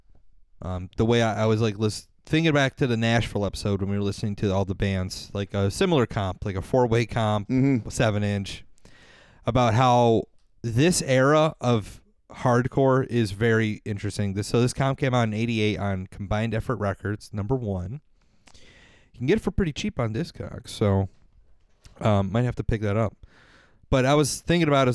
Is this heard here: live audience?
no